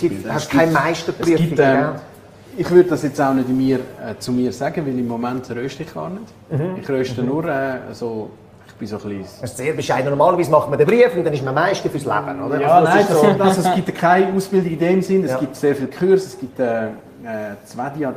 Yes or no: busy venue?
yes